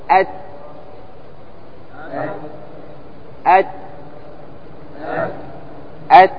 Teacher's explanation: ضد الإطباق لأن الإطباق له أربع حروف وهذا ليس أحدها. التاء ليس من حروف الإطباق فهو منفتح عندما تقول أت. · Term: الانفتاح